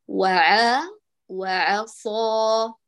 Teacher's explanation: لا نقول هنا وعصى وعاء، بل وعاء، رقق الواو والعين، وعند الصاد الممدودة بالألف نفخم ونرفعها لأعلى المراتب